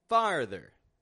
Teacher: Farther. We're lowering our jaw down, getting this ah, and then pulling back to the rr, and then a ther. Schwa R. Farther.